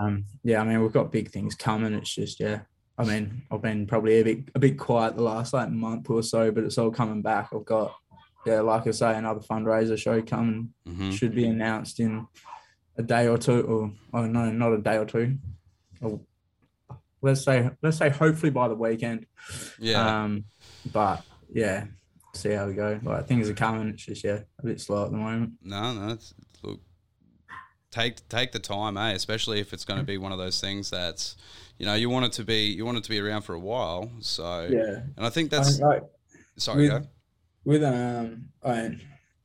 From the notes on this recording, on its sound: This was purely a zoom call for logistical reasons